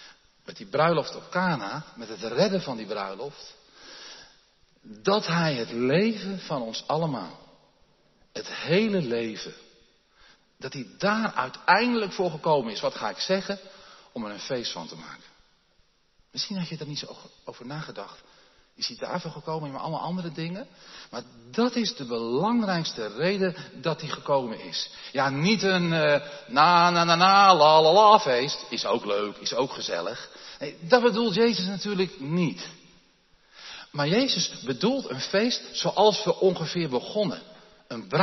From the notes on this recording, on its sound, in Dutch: opgenomen in de Jeruzalemkerk te Groningen